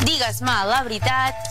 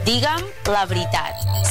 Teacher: Si agafem el digues, elidim la S final de la segona persona del singular, de l'imperatiu acabat en S. · Shown in: second take